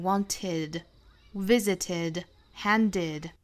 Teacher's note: 要读成 id，要加一个元音 i 来连贯这两个发音